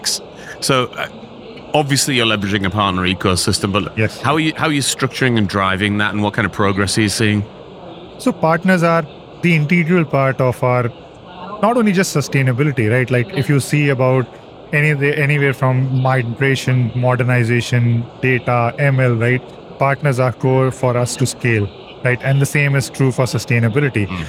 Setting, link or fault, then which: setting, busy venue